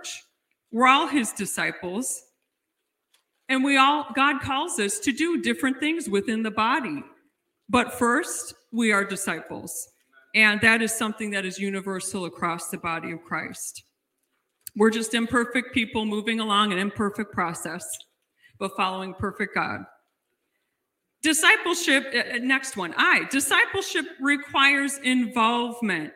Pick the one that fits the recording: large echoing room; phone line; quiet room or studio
large echoing room